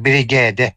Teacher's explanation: В начале и в конце слова никогда не допускается, в середине не более 2. Поэтому русские слова разделяются вставными гласными